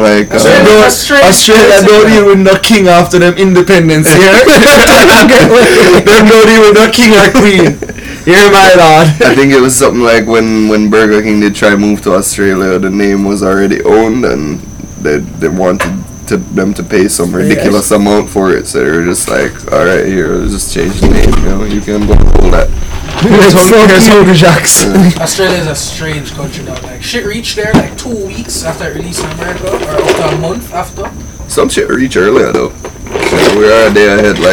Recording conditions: uneven or low level